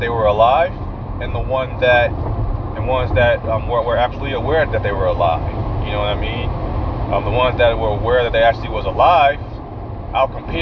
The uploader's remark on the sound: I am in my car. On my way to the MREA.